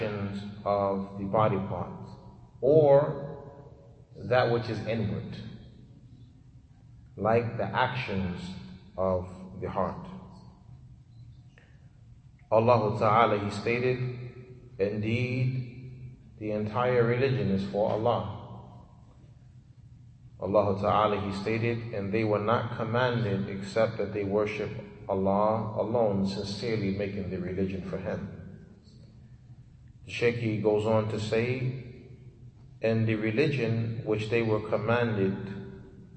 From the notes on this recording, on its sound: Lecture given at Masjid Nur Allah, Queens, Ny